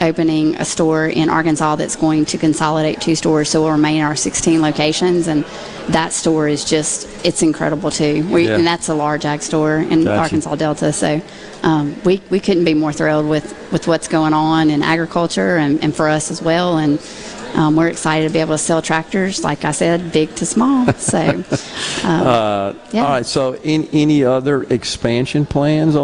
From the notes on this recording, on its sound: MidDays is LIVE from the Trademart at the Mississippi State Fairgrounds for the Annual Dixie National Rodeo and the Sale of Champions